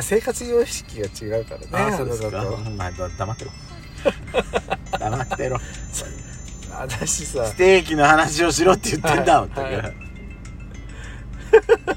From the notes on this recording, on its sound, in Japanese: 2人組。パーキング収録。